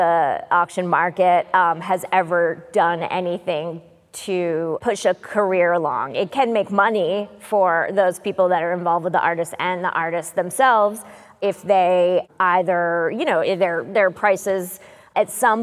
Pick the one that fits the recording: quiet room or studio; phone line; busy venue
busy venue